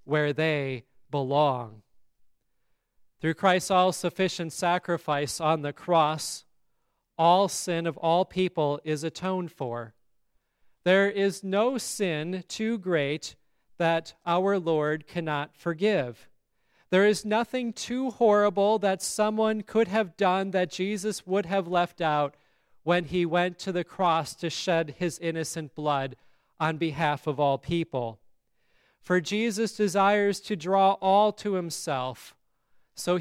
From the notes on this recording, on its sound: Sermon on All Saints' Day at Grace Lutheran Church, Lexington, MO.